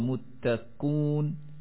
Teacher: مستہزئون اور اس طرح کے کلمات میں امام حمزہ سے حذف بھی منقول ہے